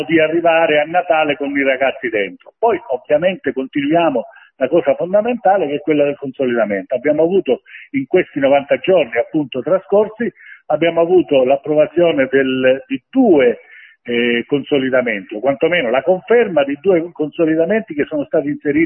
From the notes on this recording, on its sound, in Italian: Abbiamo chiesto tramite una nostra intervista telefonica, (realizzata nel fine settimana scorsa).